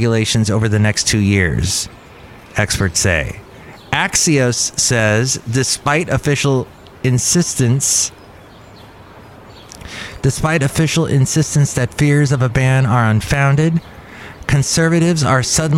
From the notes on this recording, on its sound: podcasts live from Cafe Anyway